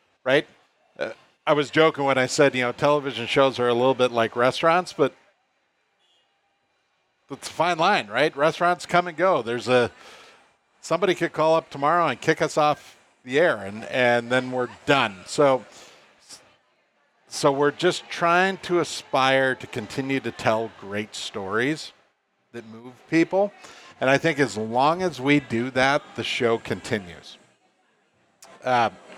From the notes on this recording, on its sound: Bound cabin in the Northwoods doing a live podcast. They are doing a Q&A with the live audience.